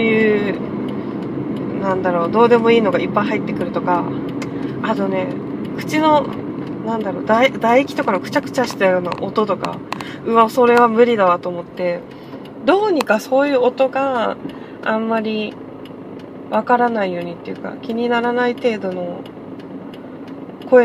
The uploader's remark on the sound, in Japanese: 初めての収録、、、車の中で録音したのでところどころうるさいです。